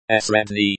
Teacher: stress on the first syllable